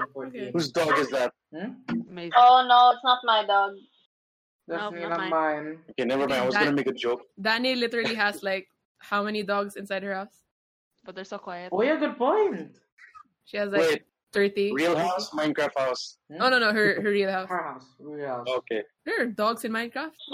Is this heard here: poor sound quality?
yes